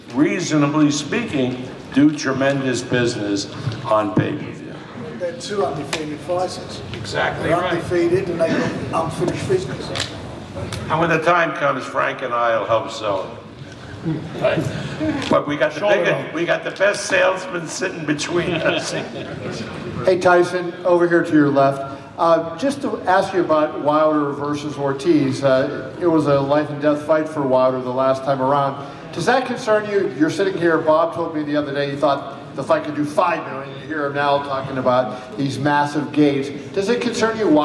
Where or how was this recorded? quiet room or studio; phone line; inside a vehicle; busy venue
busy venue